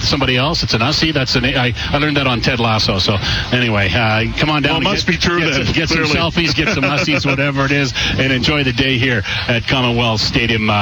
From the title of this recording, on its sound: LIVE from Commonwealth Stadium for Fan Day